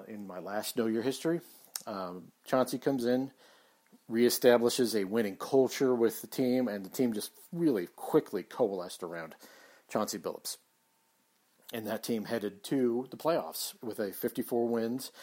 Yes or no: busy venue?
no